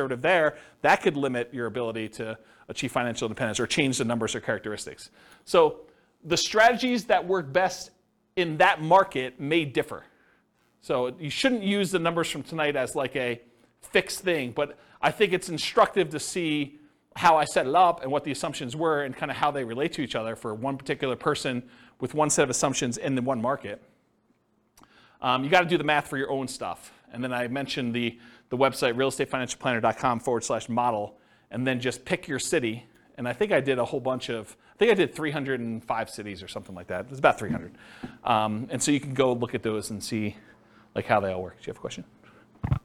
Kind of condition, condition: setting, live audience